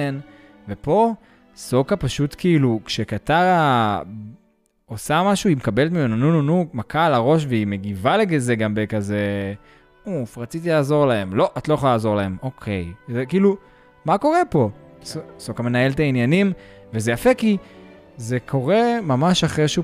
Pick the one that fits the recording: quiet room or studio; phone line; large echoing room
quiet room or studio